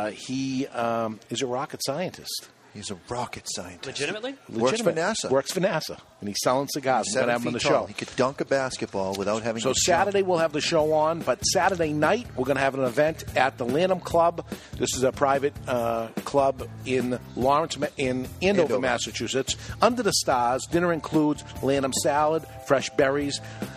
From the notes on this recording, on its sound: live inside the Diamond Crown Cigar Lounge at Two Guys Smoke Shop in Nashua, NH.